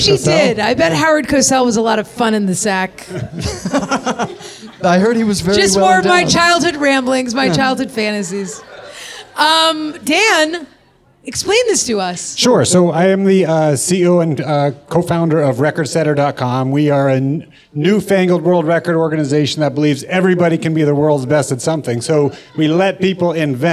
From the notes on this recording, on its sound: Our first ever live Kibitz event, was held at the “World Famous” Kibitz Room at Canter’s Deli in Los Angeles on the second night of Hanukkah.